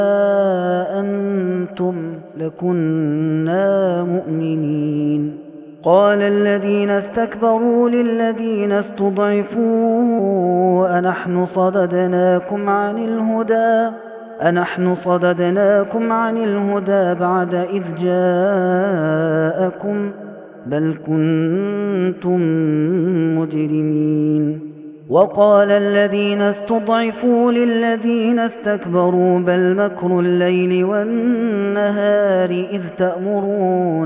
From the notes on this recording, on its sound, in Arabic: هذا التسجيل من صلاة التراويح